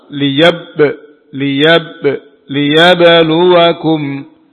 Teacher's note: Huruf ba sukun qalqalah. Dipantulkan. Ditempelkan dan dilepas.